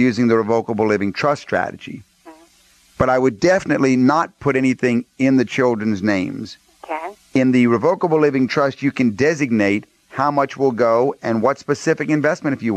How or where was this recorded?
phone line